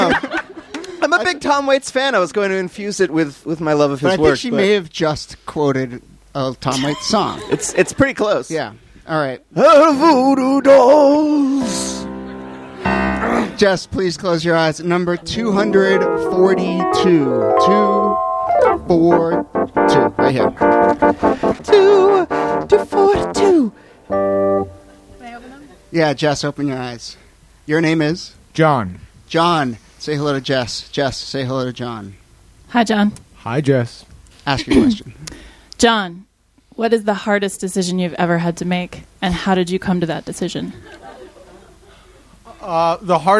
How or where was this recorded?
live audience